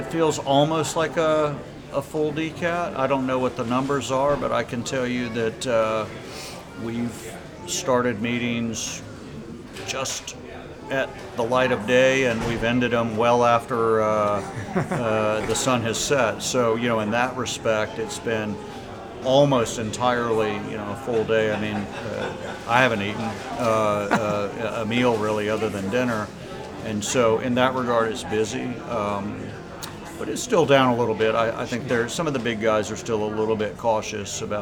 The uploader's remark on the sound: Equipped with only a laptop and a microphone, he hit the event space in style